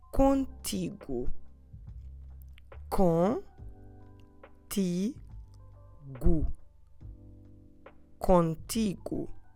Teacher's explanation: You've probably noticed that now the first syllable is actually nasal. The letter N is in the first syllable. · Term: nasal syllable